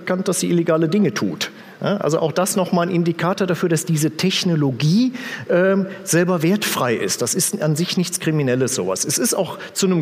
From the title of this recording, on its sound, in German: auf dem Magenta Security Kongress 2018